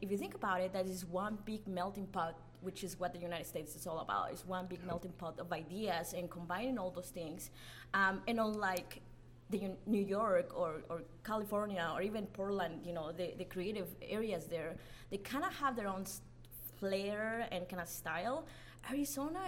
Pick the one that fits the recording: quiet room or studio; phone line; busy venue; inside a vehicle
busy venue